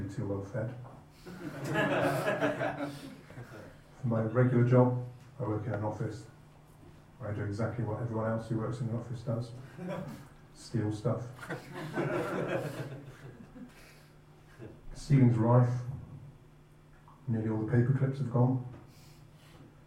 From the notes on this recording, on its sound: More live stand-up. The recording was too fuzzy! With apologies for sound quality in general. Dead Frogs Society is a comedy night running last Wednesday of the month (not August) at the Thunderbolt on Bath Road, Totterdown, Bristol.